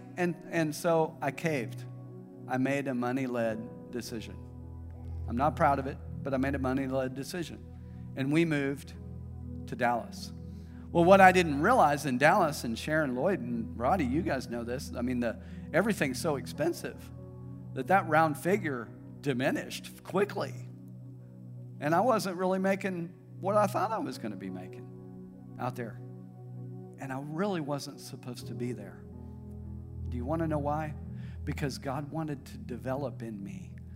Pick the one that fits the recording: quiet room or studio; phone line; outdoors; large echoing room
large echoing room